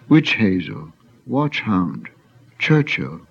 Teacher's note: There is an aspirated cha sound, which is also present in English.